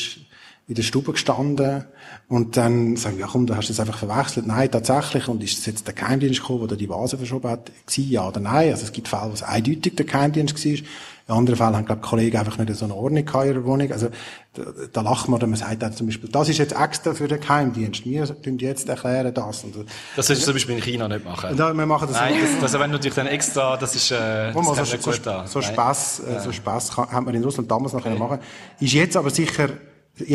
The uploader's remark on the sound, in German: Zum ersten Mal wird live vor Publikum aufgezeichnet. Im Rahmen des Korrespondent:inntentages im Radiostudio Bern.